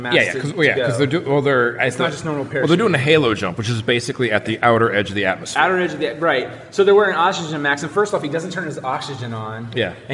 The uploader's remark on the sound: live at the West Grandview Fringe festival